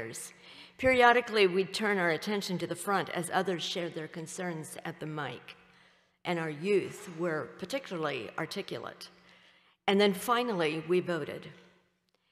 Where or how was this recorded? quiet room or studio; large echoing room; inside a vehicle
large echoing room